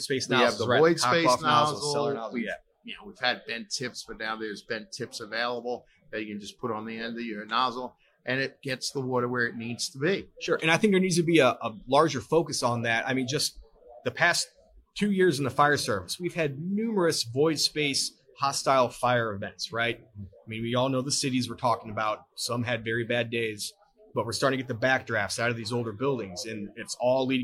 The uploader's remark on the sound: Live at FDIC